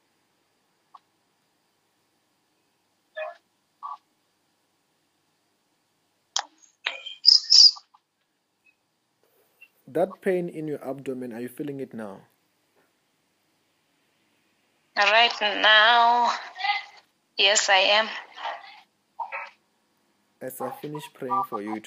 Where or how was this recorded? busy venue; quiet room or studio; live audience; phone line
phone line